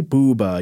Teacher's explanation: when you say Booba, you say ooh, and the mouth there makes a round shape